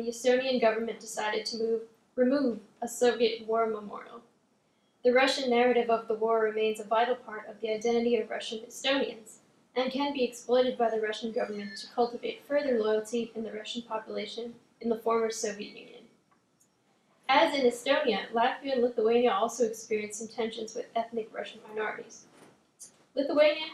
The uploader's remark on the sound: This lecture was presented on August 3, 2017. At the Institute of World Politics.